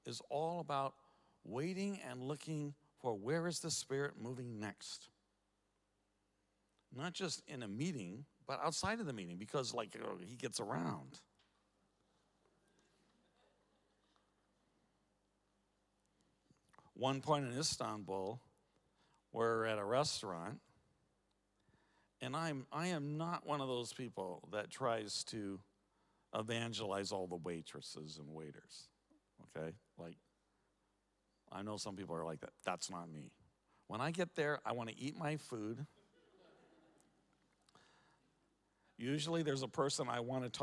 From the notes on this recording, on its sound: Recorded at the Multiply Summit 2022 in Nottingham.